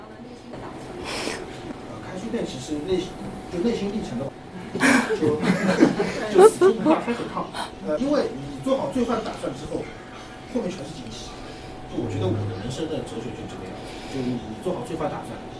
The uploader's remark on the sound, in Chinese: 我在现场记录下了孤岛书店的最后一个夜晚。大家围坐在小小的空间里一起聊天。在结束之后，我也和读者、书店常客和合伙人进行了一些对谈。